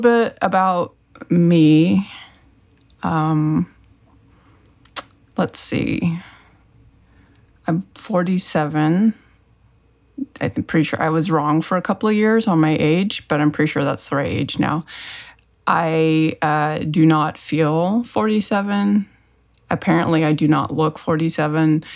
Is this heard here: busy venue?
no